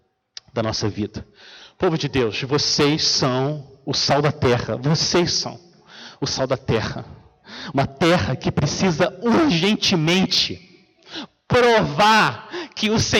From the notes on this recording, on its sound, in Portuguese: Mensagem gravada na Igreja Batista Jardim Minesota.